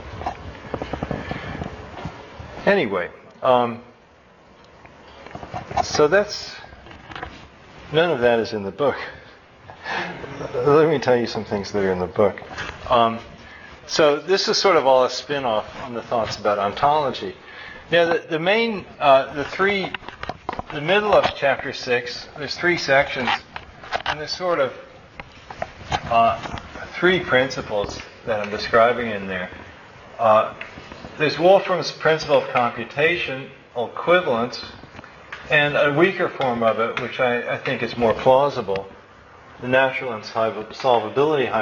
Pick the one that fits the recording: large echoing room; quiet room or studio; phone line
large echoing room